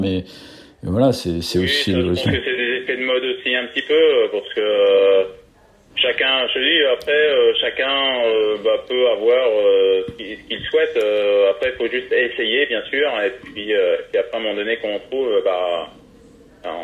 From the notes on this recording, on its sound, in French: j’appelle au téléphone